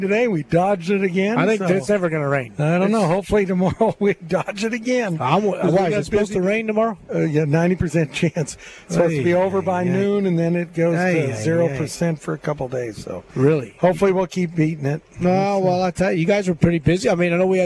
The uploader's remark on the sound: LIVE From Terry Thompson Chevrolet!